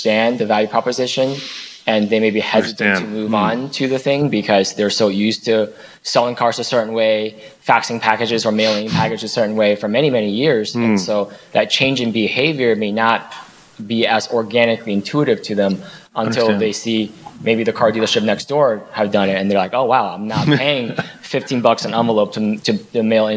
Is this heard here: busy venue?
yes